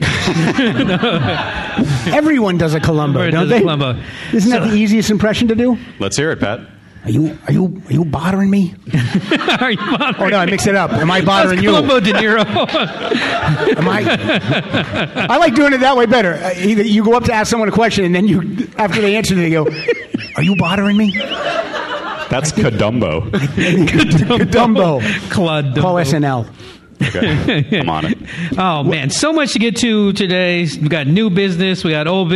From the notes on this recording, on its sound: Performing live at the Los Angeles Podcast Festival. At the Le Meridien Delfina in Santa Monica, California.